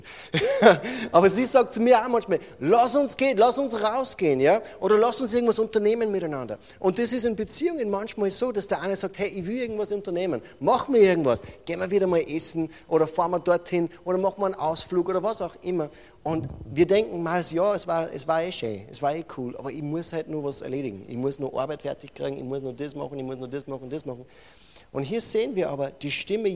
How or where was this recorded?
large echoing room